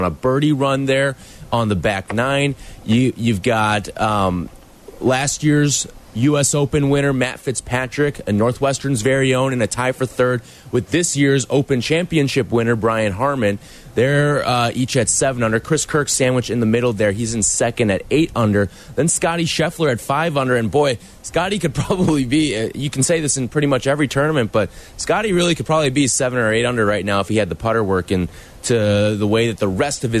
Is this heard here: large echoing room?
no